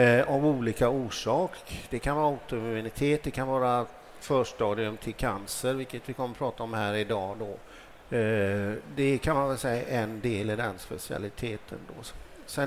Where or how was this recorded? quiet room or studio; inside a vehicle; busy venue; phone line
busy venue